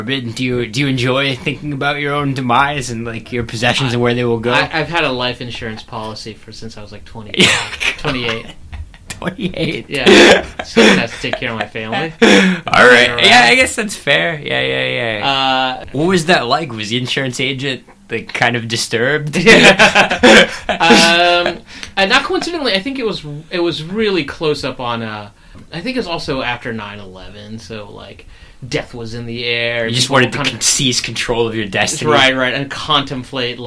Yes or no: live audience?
no